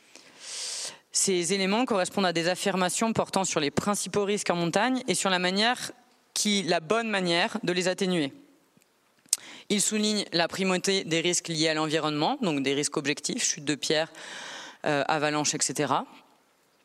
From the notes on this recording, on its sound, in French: Juin 2023, conférence ENSA